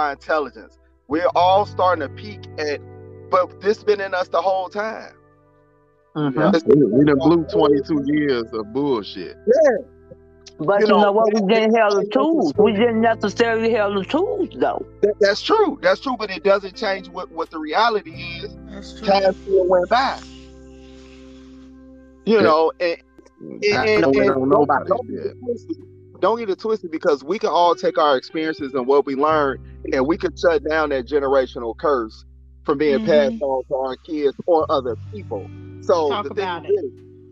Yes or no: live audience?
no